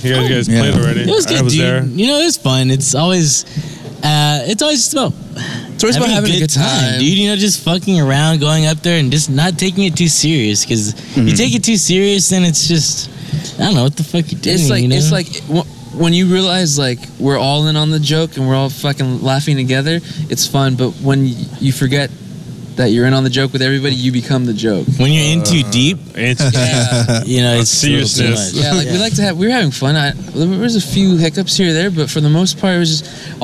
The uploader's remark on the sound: at their live event at the Lexington on 9/18/17